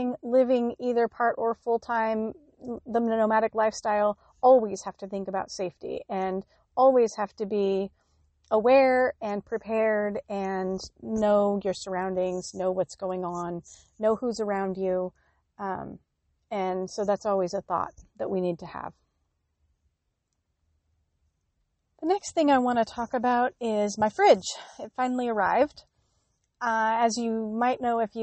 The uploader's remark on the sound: On location from the Northern California Redwoods